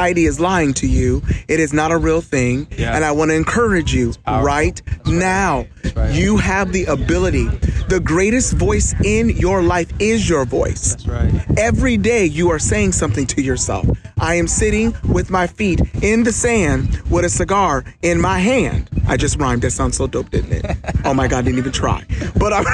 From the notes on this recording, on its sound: I decided to record a conversation on the beach in Tampa Florida